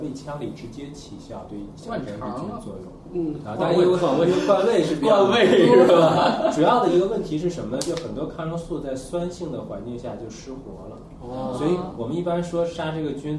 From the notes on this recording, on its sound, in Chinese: 本期节目为在张大妈办公区用录音笔录制，可能有街道上的杂音，请见谅。